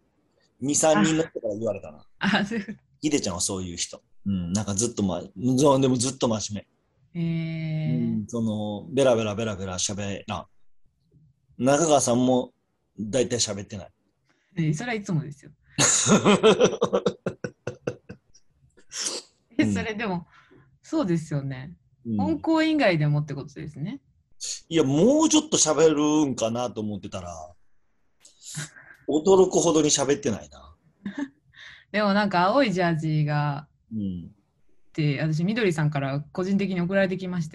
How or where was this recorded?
video call